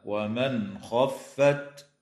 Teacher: النون الساكنة في قوله تعالى: ومن خفت، حكمها الإظهار الحلقي عند الخاء